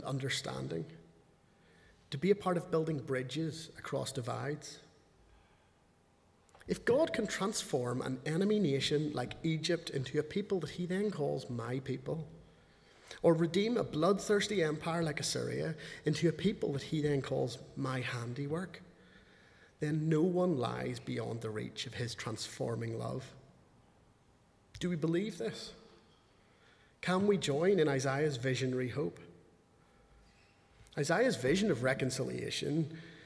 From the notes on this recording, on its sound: speaking at the 11 o'clock service